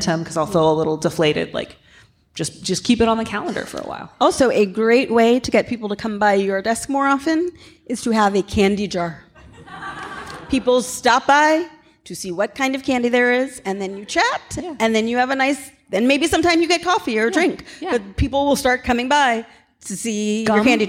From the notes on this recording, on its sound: Our first live show! Onstage at the Brava Theater in San Francisco. Answer questions from the crowd.